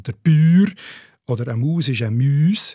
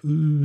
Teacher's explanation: dass aus dem langen U ein Ü wird, das ist eigentlich Urnerisch · Term: leicht palatalisiertes U